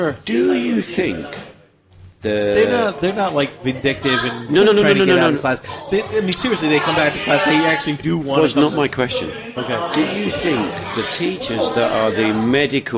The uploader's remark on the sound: This episode was recorded from New York Cafe